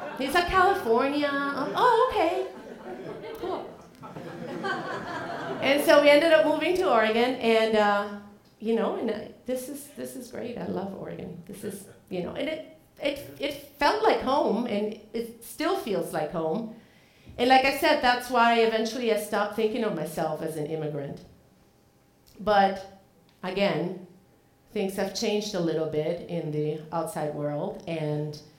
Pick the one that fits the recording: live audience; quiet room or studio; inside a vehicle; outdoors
live audience